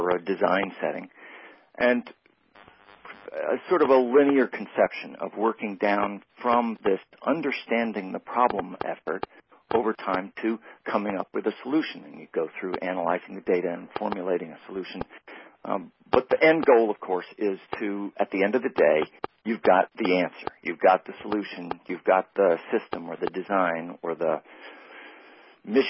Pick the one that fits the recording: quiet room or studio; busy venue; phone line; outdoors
phone line